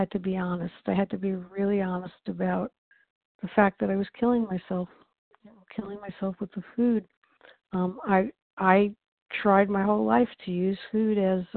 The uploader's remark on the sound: 100 Pounders Phone Meeting